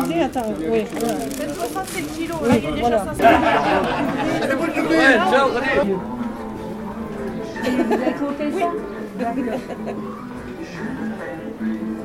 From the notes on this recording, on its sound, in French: A Prades, un jour de marché est un jour convivial ! On y entend des bruits et des musiques, des paroles amicales à la terrasse des cafés, sous le clocher de l'église Saint Pierre.